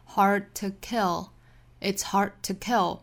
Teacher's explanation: hard to kill Hard 尾部的的略掉 Hard to kill It's hard to kill 中间的 to 弱读成 t 弱读音节读得很短快 · Hard 尾部的的略掉 Hard to kill It's hard to kill 中间的 to 弱读成 t 弱读音节读得很短快 Hard to